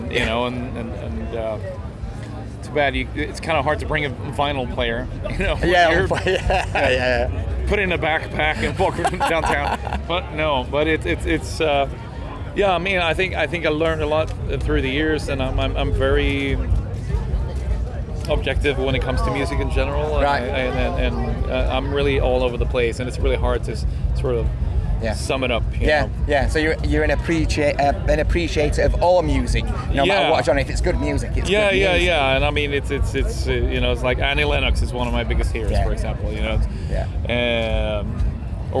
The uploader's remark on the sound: at this years Bloodstock Festival 2019